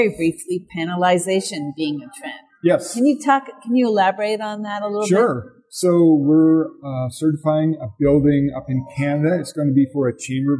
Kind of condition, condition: setting, busy venue